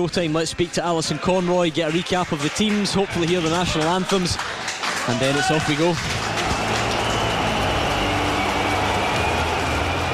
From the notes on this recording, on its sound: live from Scotland HQ at Drygate Brewery